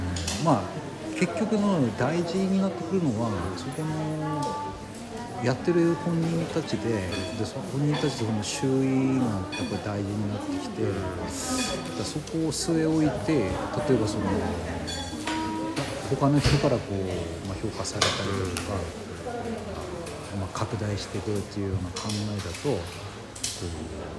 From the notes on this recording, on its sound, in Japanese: 旧長井小学校のカフェにて